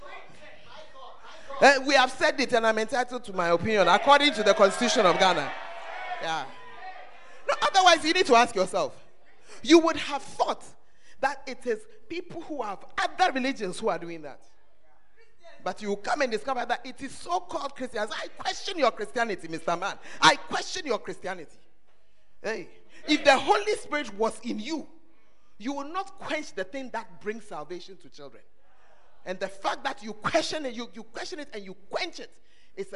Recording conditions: large echoing room